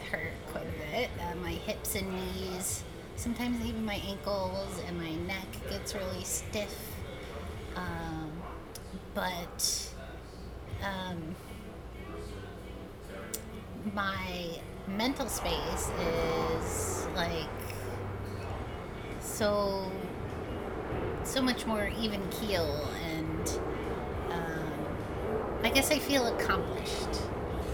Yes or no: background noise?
yes